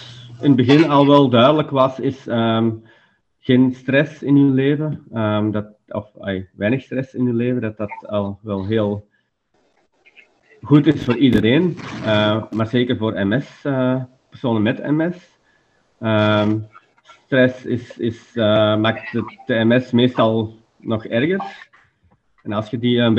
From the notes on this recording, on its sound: Zoom-call discussie audio plus meditatie music - zoom call discussion plus meditation music.